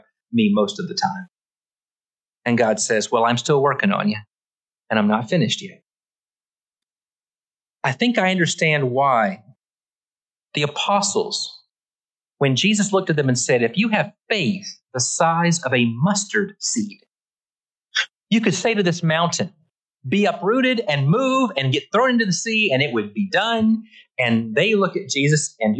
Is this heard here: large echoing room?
yes